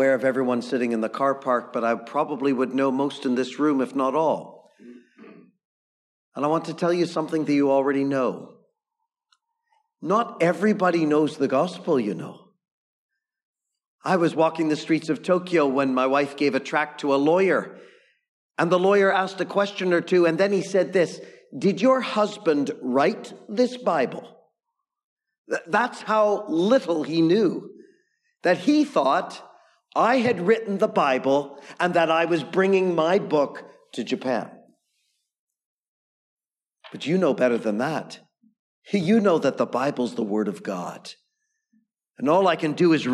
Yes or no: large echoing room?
yes